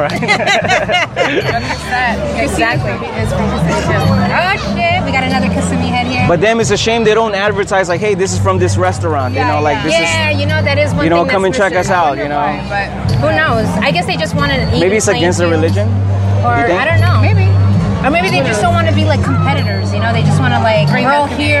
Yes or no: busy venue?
yes